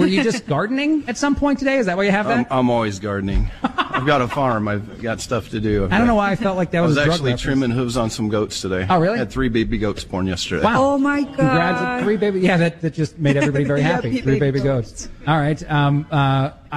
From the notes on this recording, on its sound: Live from the 2nd annual T.A.M.R.A. Conference. Broadcast live with many of those involved in the 2nd annual Threat Assessment Mitigation and Response Association Conference.